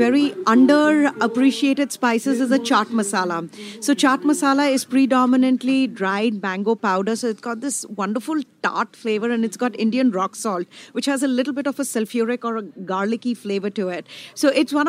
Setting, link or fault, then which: setting, busy venue